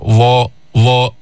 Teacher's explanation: أما الظاء فتخرج من طرف اللسان مع أطراف الثنايا العليا. ظاء ظاء، ما يطلع لسانك كتير لبرا، يلامس أطراف الثنايا. · Term: حرف لثوي